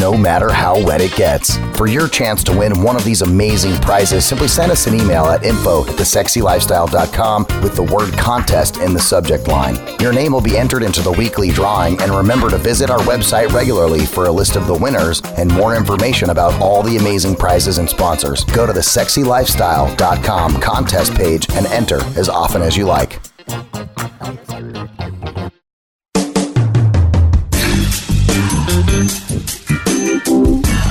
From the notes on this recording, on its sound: Young Swingers Week Interviews Live from Hedonism II Negril. We got you covered in this SPECIAL behind the scene episode of Young Swingers® Week live from Hedonism II in Negril, Jamaica. We asked five wonderful couples into our room and got the lowdown on what they were doing, what they saw and what the energy was like at this lively event.